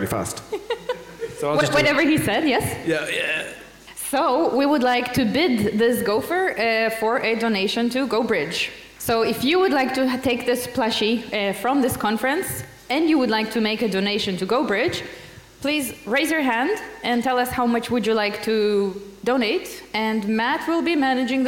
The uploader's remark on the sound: live on stage at GopherCon Europe 2022